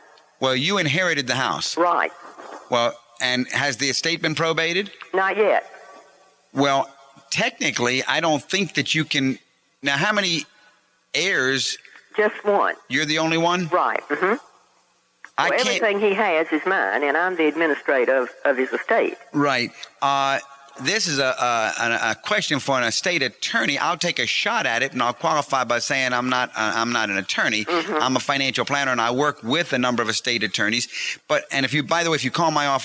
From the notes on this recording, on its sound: Financial planning call-in show answering your personal financial planning questions.